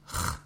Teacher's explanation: Spanish speakers, when there's a word with H at the beginning, for example, hello, they tend to say the sound from the throat · Term: Spanish ch